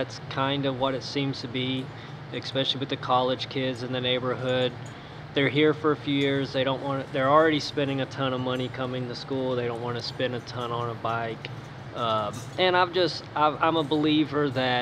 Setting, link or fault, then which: setting, busy venue